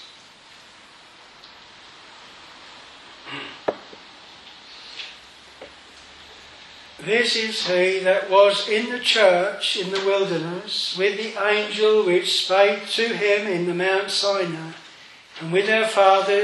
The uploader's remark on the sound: This sermon was preached at Hedge End Strict Baptist Chapel. On the 183rd Anniversary.